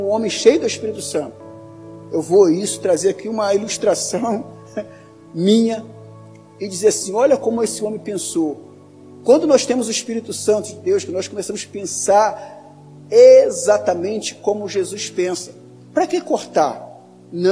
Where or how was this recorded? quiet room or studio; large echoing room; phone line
large echoing room